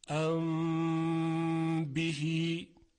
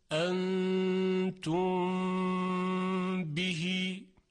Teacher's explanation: در این موارد که میم ساکن قبل از حرف با قرار میگیره اینطور گفتند که برای اخفا لبها کاملا متصل نمیشه، یعنی دو لب به گونه هست که یک فاصله خیلی کمی میان به اصطلاح لب فوقانی و لب تحتانی قرار داره و صدای غنه از خیشوم خارج میشه